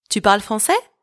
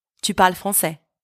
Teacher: Question, I've just raised my voice at the end of the sentence. It is the same structure, but for the question, my voice rises at the end. · Shown in: first take · Term: intonation